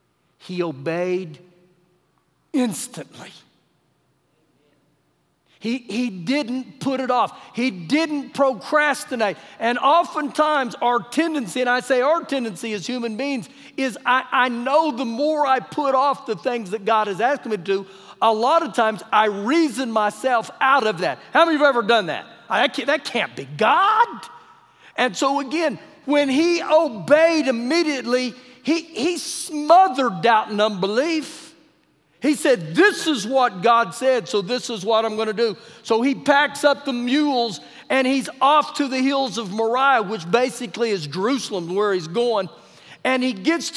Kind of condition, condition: setting, live audience